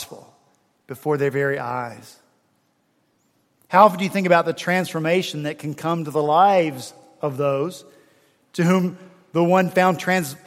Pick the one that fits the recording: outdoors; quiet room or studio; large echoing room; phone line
large echoing room